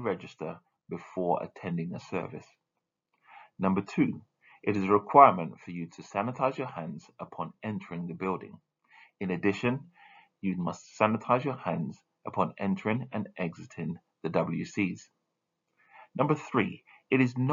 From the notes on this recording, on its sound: Thanks for your understanding as we look to resolve the audio issues that have occurred.